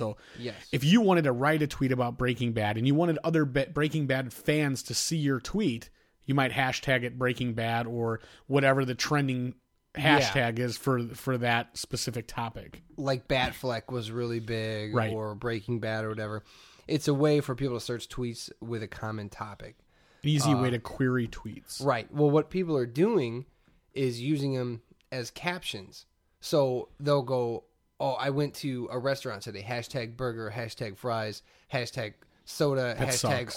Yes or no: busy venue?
no